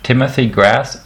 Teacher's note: Das englische Th ist durch T ersetzt worden.